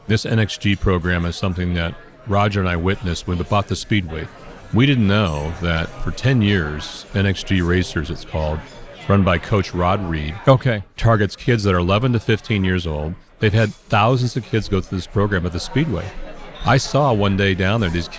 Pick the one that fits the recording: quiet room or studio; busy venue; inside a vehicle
busy venue